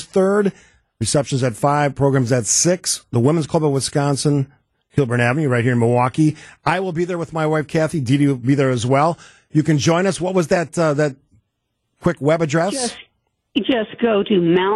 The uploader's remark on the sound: On the phone